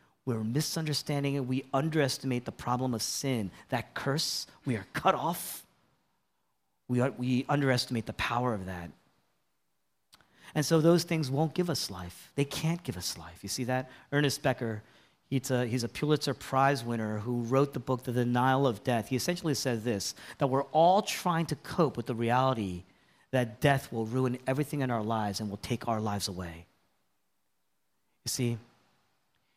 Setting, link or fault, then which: setting, large echoing room